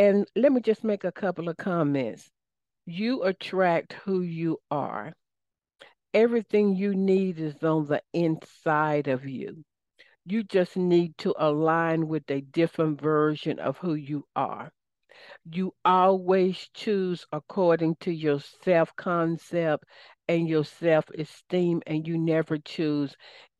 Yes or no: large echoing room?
no